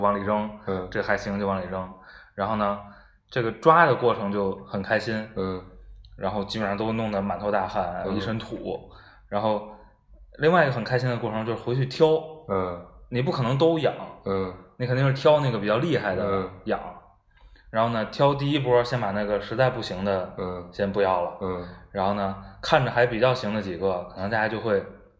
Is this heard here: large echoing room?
no